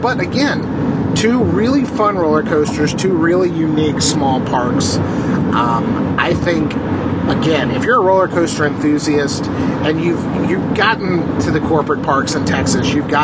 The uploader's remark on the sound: Hotel internet is less than ideal for recording a podcast. Drives solo on a Texas highway.